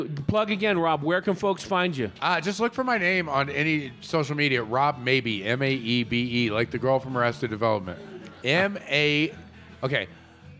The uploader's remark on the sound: Recorded at Alpine Pizza in Flagstaff. Recorded at Alpine Pizza in Flagstaff, the best pizza in town!